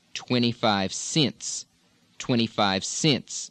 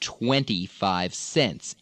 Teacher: the E sound, especially when it comes before N's or M's, but also in certain other positions, is going to change to a short I. · Shown in: first take